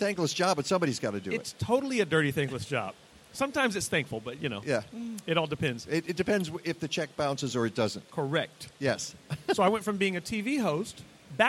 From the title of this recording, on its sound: LIVE from the Chicago Flower & Garden Show